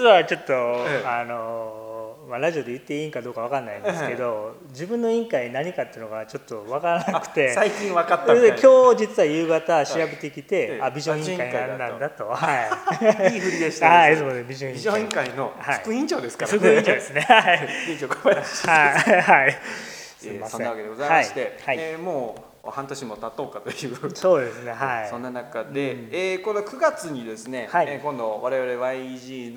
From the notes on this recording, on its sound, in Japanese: そろそろ同じパターンで録音するのも飽きてきたので、今回はいろんなお店で出張録音を試みてみました。